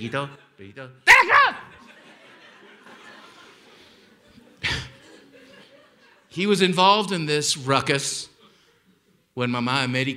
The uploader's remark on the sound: Held on stage in Aspen, Colorado as part of an Aspen Words lecture series. Aspen Words is the literary program of the Aspen Institute.